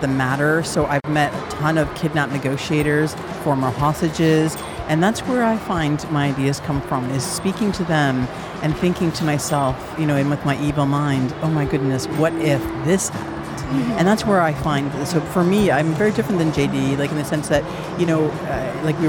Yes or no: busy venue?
yes